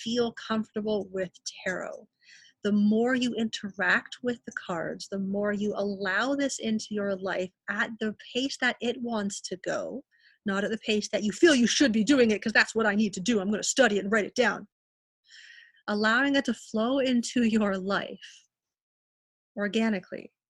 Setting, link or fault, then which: link, video call